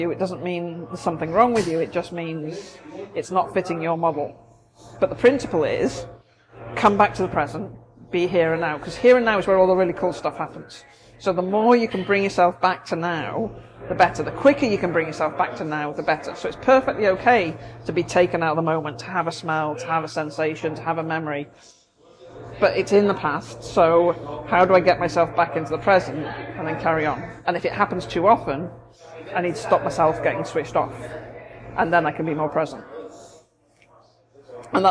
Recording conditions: background noise